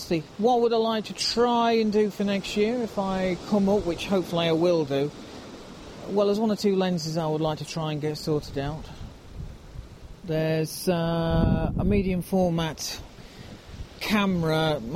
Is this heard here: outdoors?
yes